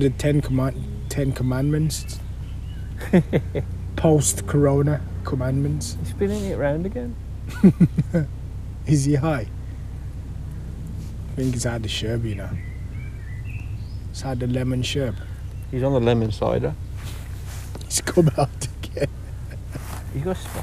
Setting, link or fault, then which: setting, outdoors